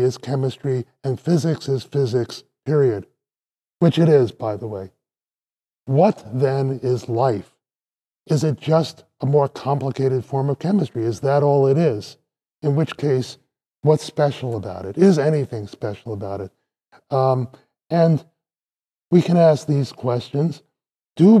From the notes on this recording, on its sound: This lecture was given on March 8th, 2023 at Vanderbilt University.